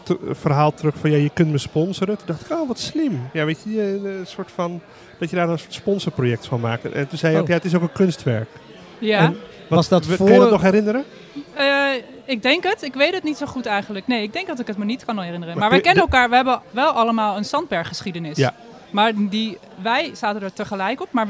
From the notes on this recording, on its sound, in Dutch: Opgenomen in kunstenaarssociëteit Arti et Amicitae